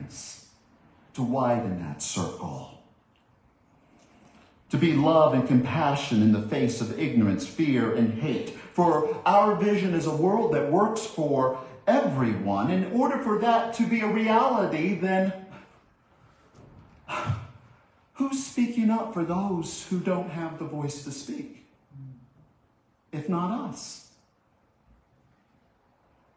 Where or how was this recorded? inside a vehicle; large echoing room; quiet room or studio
large echoing room